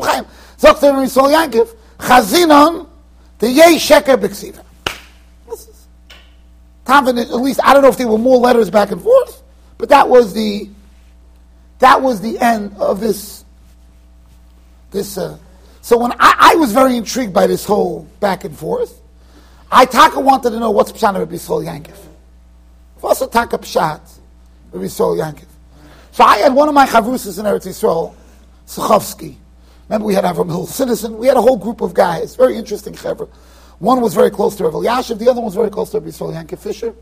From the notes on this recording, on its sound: Shiur recorded in Yeshivas Ohr Reuven, Monsey NY.